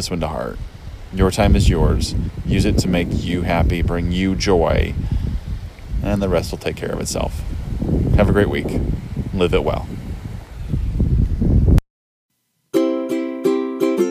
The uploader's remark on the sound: Live (or taped) from the beach in Cancun